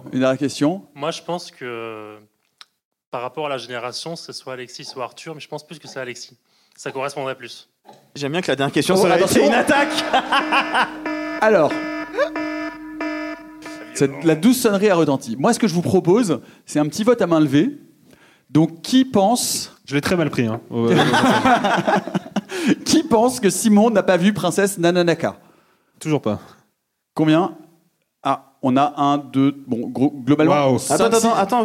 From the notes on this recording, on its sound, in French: Rediffusé sur grand écran dans le cadre du festival Court-Métrange de Rennes, ce chef-d'oeuvre méritait bien un épisode dédié, qui plus est enregistré en public !